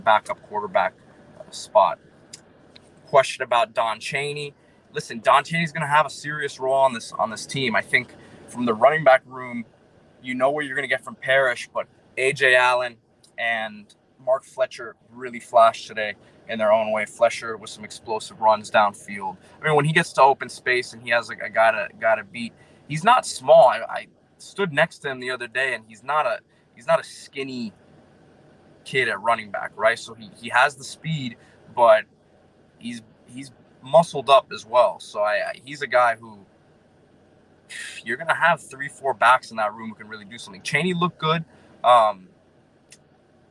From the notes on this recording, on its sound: live from the West 12 parking lot at Hard Rock Stadium